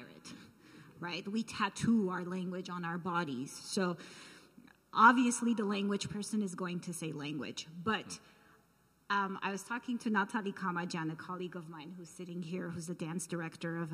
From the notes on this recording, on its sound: This event was streamed live from The Soraya at California State University, Northridge on March 16, 2022